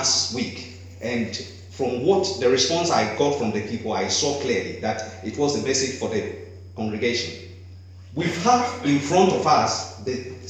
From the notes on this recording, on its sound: Recorded at Beacon Church 8th Jan 2017